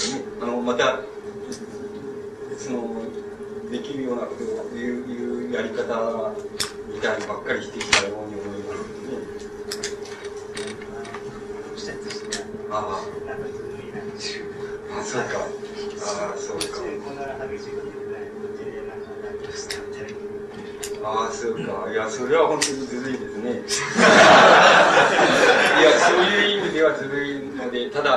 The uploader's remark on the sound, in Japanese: 主催：詩誌「無限」事業部 場所：明治神宮外苑絵画館文化教室。録音者の手元でのノイズが入る。